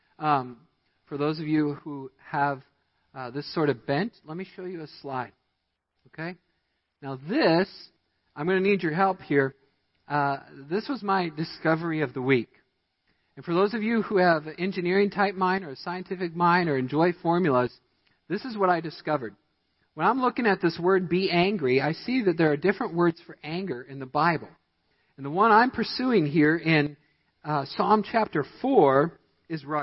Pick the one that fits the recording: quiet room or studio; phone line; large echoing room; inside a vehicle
large echoing room